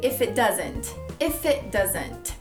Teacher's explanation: Você viu que eu já não fiz o som do T, do it. Eu só falei if it doesn't.